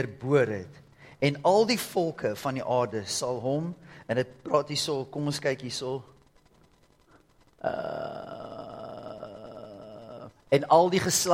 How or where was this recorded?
large echoing room